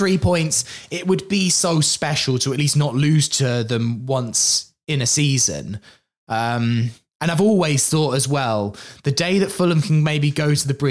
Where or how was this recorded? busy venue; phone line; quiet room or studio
quiet room or studio